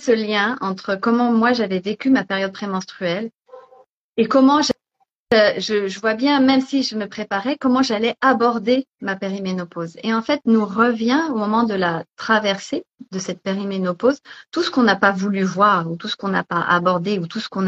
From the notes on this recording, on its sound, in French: il s'agit d'une rediffusion d'un live Instagram